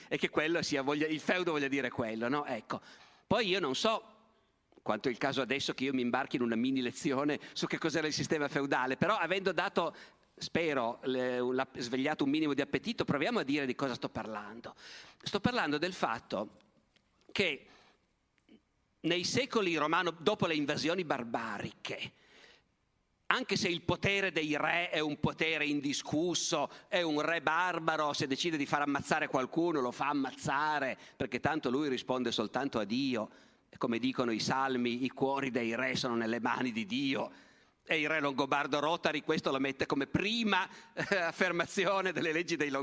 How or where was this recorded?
live audience